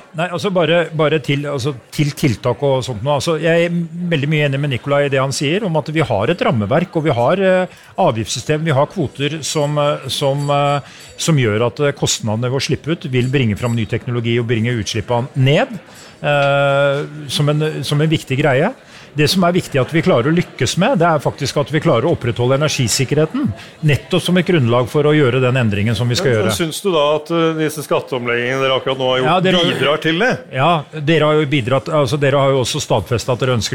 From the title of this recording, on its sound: Klimaoptimistene live fra Zerokonferansen 2022